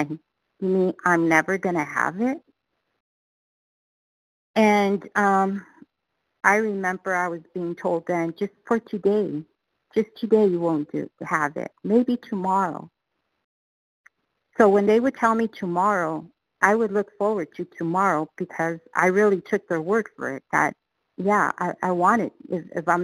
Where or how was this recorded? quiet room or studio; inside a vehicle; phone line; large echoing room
phone line